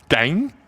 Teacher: Auffällig ist auch die Ersatznasalierung, wenn der Stamm auf ein Vokal endet.